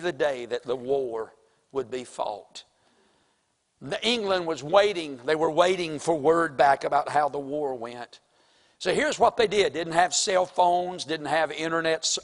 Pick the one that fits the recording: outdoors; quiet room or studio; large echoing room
large echoing room